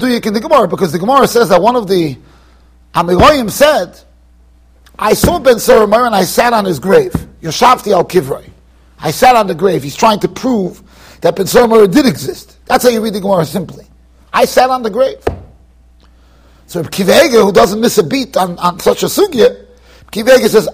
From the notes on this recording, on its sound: Shiur recorded in Yeshivas Ohr Reuven, Monsey NY.